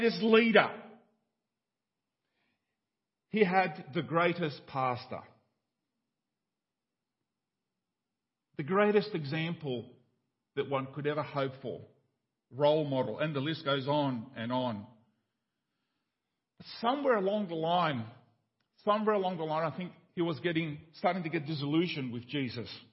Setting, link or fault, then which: setting, large echoing room